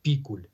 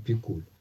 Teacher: ударение все-таки стоит на первом слоге · Shown in: first take · – Пикуль, а не Пикуль.